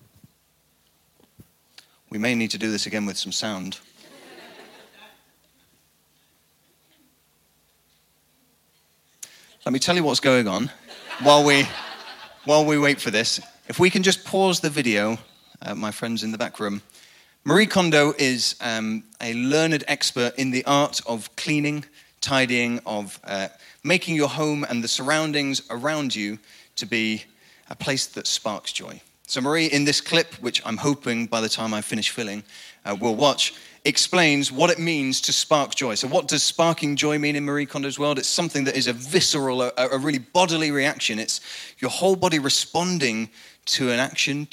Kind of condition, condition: setting, large echoing room